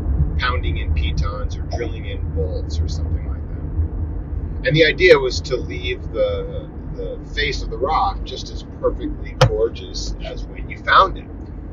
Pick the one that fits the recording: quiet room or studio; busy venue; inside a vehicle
inside a vehicle